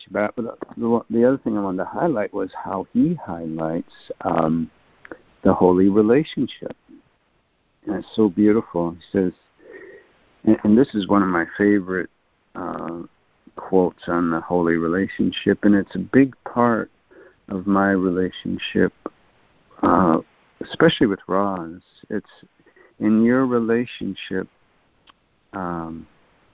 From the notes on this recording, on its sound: ACIM Daily Conference Call.